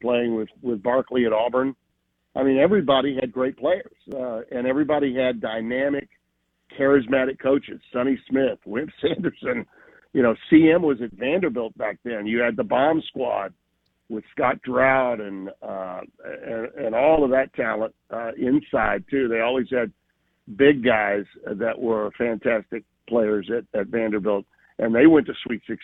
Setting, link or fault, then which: link, phone line